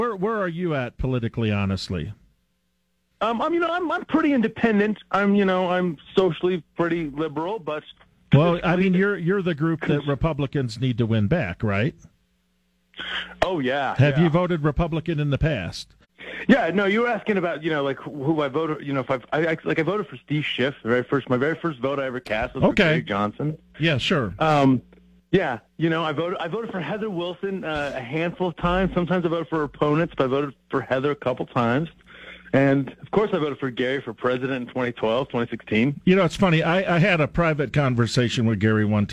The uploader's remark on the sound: takes your phone calls on News Radio KKOB